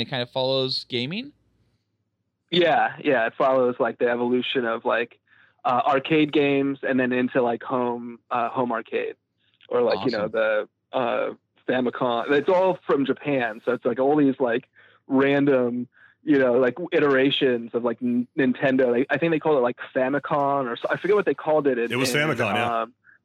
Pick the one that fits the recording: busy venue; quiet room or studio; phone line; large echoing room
phone line